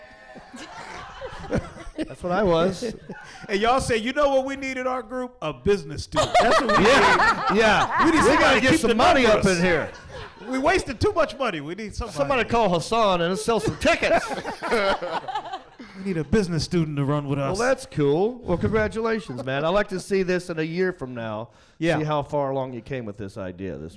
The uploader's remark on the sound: Recorded live at the Queen City Comedy Experience in Charlotte, North Carolina.